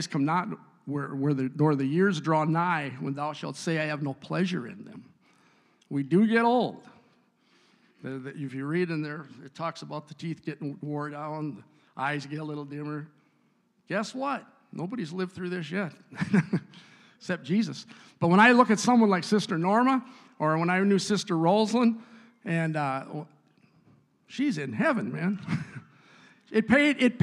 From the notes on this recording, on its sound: a service recording from Connect Point UPC!